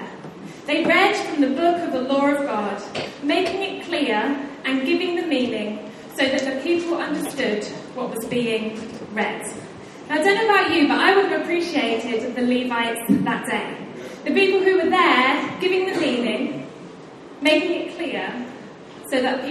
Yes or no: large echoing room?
yes